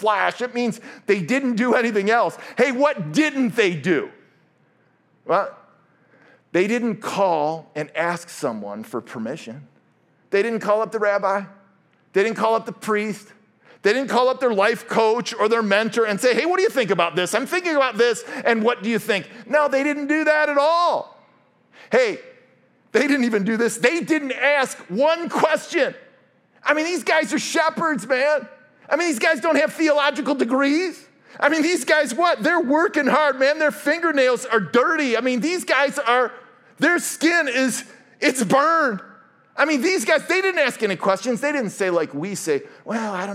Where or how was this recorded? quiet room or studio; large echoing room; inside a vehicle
large echoing room